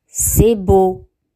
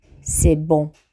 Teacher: Le son O fermé et le son O nasal. Il y a une grande mais subtile différence en ce qui concerne ces deux sons en français.